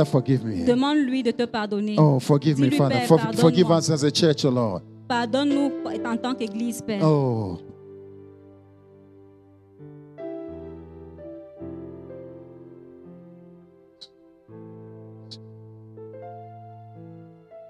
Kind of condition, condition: setting, large echoing room